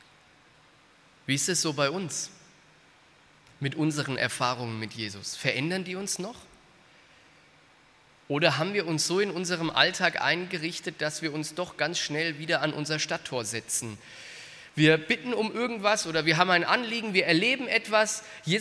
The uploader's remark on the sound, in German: Aus dem Gottesdienst der Liebenzeller Mission.